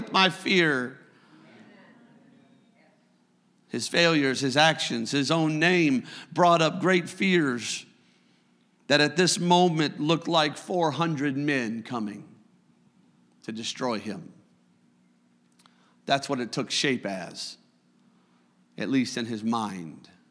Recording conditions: large echoing room